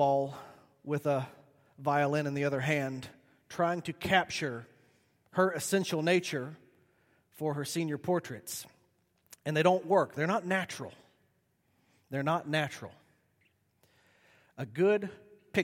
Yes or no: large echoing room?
yes